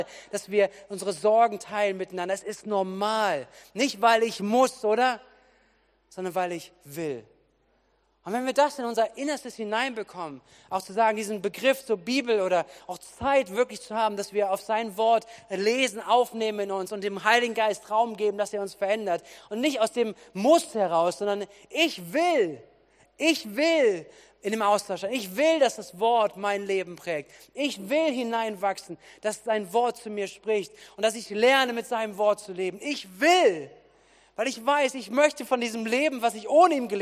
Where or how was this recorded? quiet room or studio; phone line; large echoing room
large echoing room